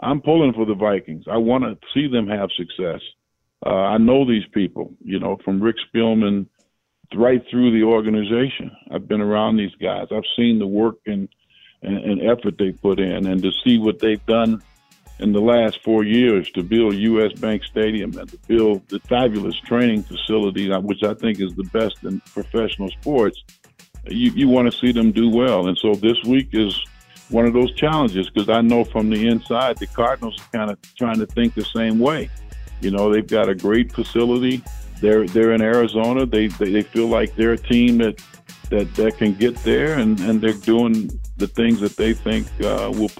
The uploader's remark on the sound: Vikings Round 5 & 6 Conference Calls